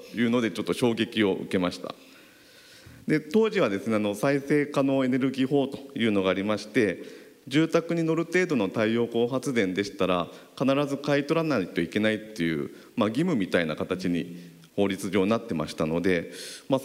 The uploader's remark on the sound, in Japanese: 福岡県福岡市にある幸福の科学・福岡正心館で公開録音イベントを行いました。今回は、その公開録音第２部で行った「信仰×経営」の模様をお届けします。